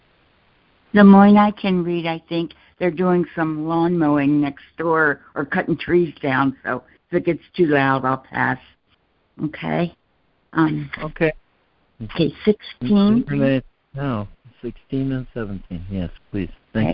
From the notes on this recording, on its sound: ACIM Daily Conference Call.